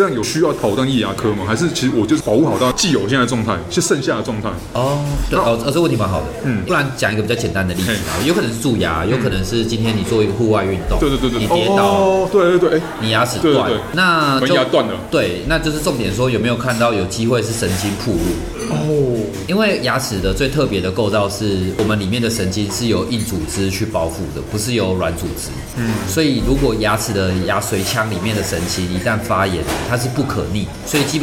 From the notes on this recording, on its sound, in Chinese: 本集白噪音指數：微風級 2/5。錄音地點： 齊客咖啡 The Gathering Cafe。